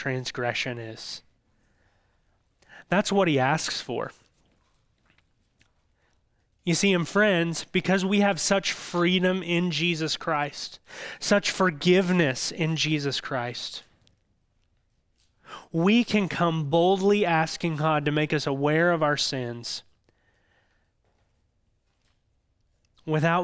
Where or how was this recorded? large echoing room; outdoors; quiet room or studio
large echoing room